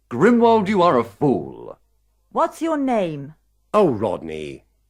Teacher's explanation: They have all got falling tunes.